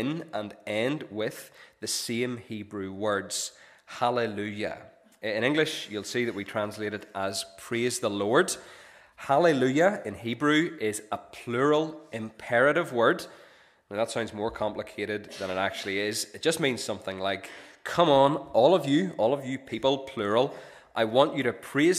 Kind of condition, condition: setting, large echoing room